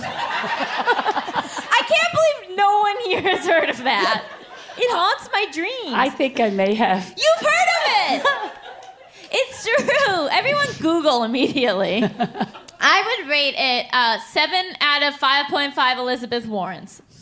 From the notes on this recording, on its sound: Straight from Philadelphia comes the first LIVE recording of Just Between Us! Riled up by the audience.